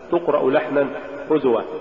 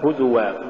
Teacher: عدم بيان الحركة أو اختلاسها إذا توالت الحركات · Shown in: first take